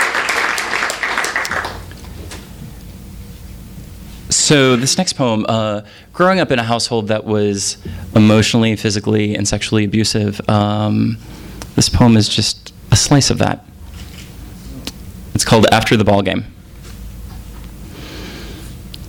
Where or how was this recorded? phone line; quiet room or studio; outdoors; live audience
live audience